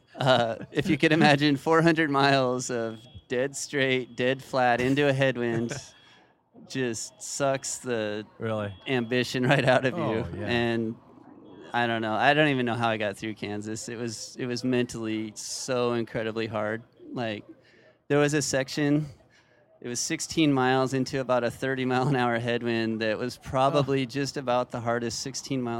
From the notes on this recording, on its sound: Live at Bennidito's Pizza in Spokane, WA